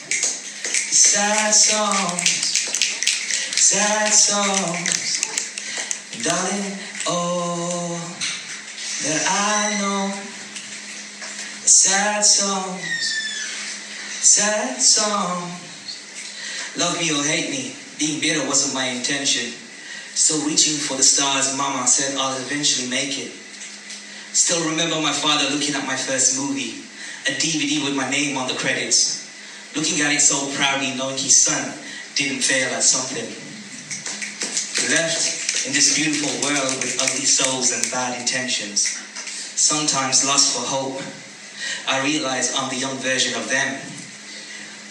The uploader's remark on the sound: It was performed live at poetry Jam at Wylands Yard in Birmingham.